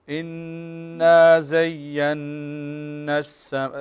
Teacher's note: تشددين على النون ولا تشددين على الياء، التشديد يكون على النون بغنة